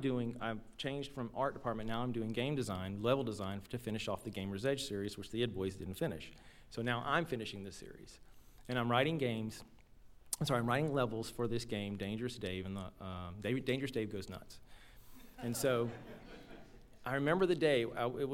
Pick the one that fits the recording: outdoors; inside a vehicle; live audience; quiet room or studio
live audience